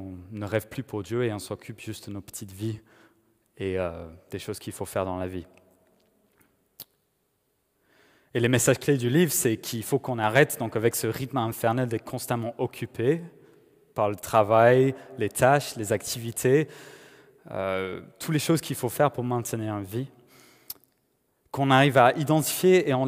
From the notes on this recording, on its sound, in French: Enregistré à l'église CVV, le 31/01/2021